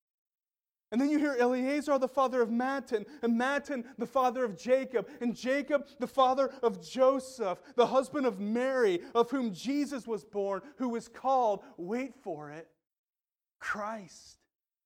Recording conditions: large echoing room